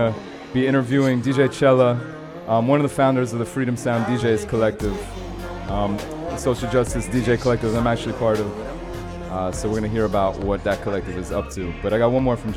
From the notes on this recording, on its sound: Originally broadcast live on April 10, 2017 from the storefront of The Late Late Bar on Houston Street in New York City.